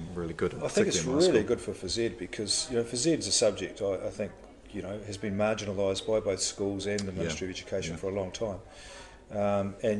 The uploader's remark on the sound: A throw back to PENZ Conference 2016 where I had my very first podcast interview